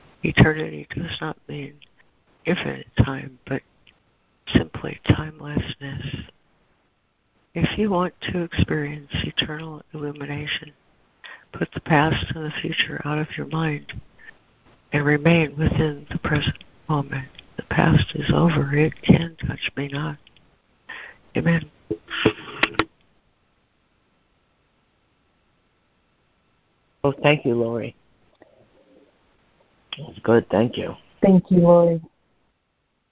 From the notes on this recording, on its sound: ACIM Daily Conference Call